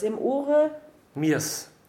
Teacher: So that S is always going to be unvoiced at the end